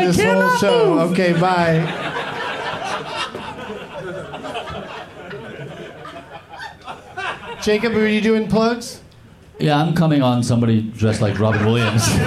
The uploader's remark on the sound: Live from the Punchline in San Francisco